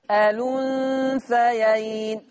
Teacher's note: هنقل الضمة بتاعة الهمزة ووديها على اللام فتبقى الأنثيين